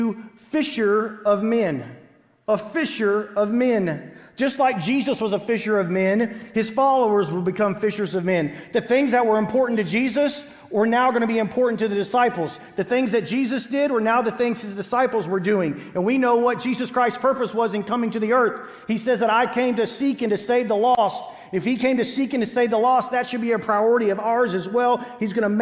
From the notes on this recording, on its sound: Green Hill Church Live